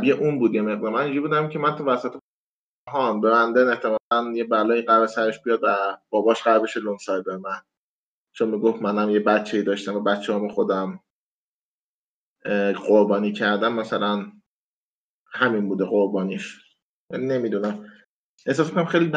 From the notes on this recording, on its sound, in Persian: پادکست هووین فارسی را به علت شیوع ویروس کرونا به صورت آنلاین ضبط کردیم.